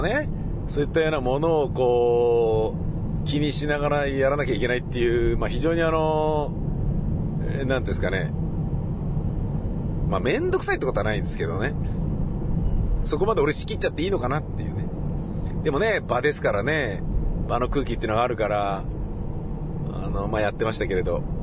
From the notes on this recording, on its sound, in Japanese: イベント終了後の帰り道の車の中でのぶつぶつ独り言です。